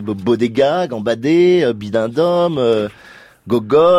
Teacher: il explose de façon moins percussive et moins sèche que le poteke, il explose de façon amortie. Il y a un très léger amorti du son. · Term: plosives sonores